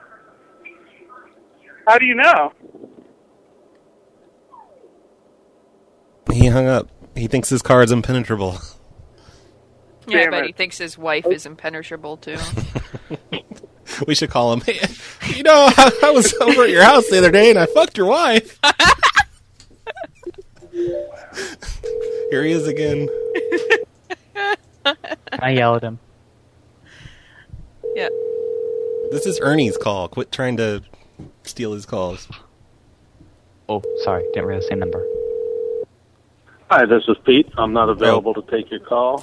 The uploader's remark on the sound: Personal Prank Phone Calls Collection